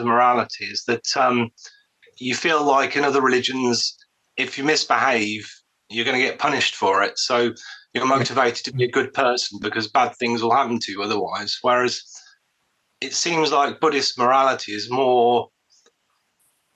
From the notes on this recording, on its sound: via video conference for Anukampa